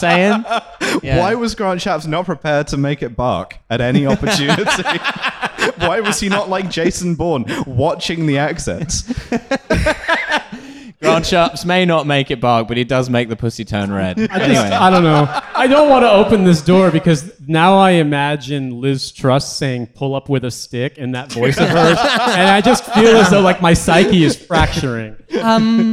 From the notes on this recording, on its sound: LIVE at Between The Bridges